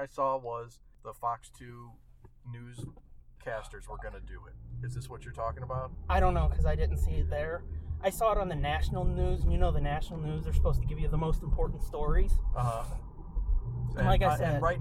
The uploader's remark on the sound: Forgive the sound quality as we deliver all of that and so much more in this special road edition of The Nerd Blitz.